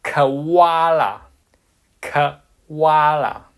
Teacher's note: 你去听澳大利亚人发这个树袋熊，它不是发口啊啦，它是把那个“O”，这个“O”这个发音，它发成了“Owa”